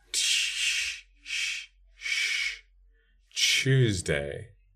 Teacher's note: the involvement of the raised tongue tip for the T is making more of the friction-y space front. So instead of a sequence of t, y, we get t, sh, sh, sh, Tuesday.